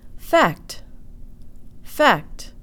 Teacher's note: In the English word fact, the K sound almost disappears into the T.